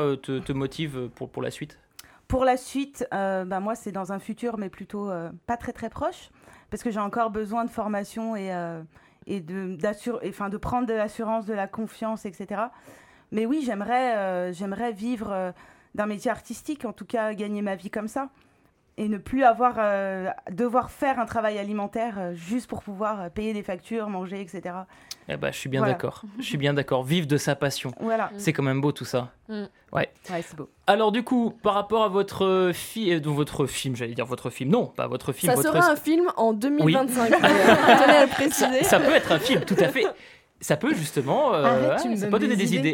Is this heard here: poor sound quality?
no